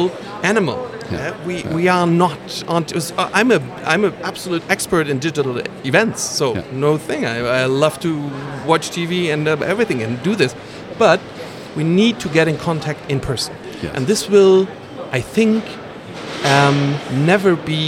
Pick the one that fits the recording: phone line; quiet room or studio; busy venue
busy venue